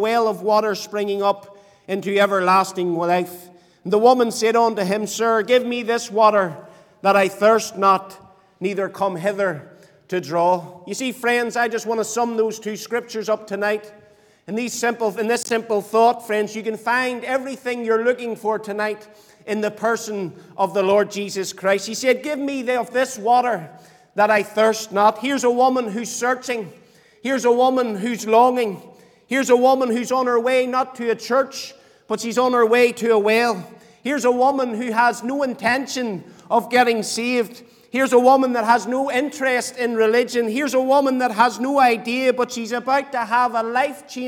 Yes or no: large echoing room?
yes